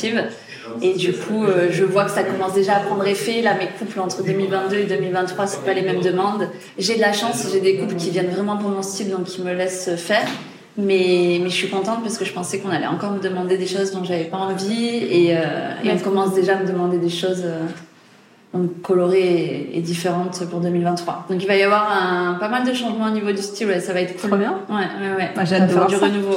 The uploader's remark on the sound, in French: On se retrouve aujourd’hui pour un nouvel épisode dédié au festival Andy ! Je me suis déplacée sur le Festival et j’ai interviewé plusieurs prestas qui exposaient. Tu entendras d’ailleurs l’effervescence qu’il y avait autour de nous.